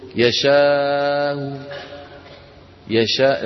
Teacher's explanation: يشاء يشاء، لأنه قلنا التسهيل مع الروم يكون يشاء، يعني بنطقوا همزة مسهلة وصوتها منخفض ومضمومة